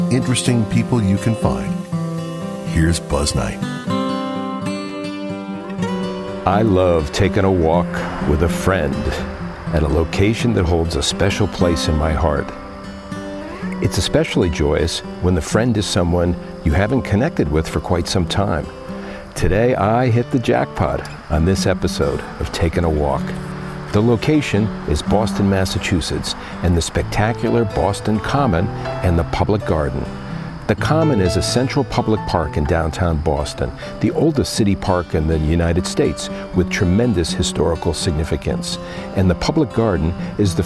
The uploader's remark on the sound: walk and talk at the Boston Common and Public Garden.